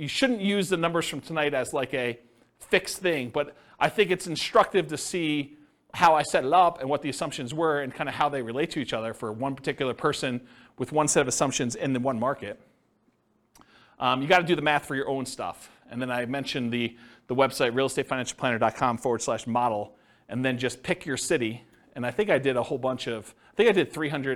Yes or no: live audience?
yes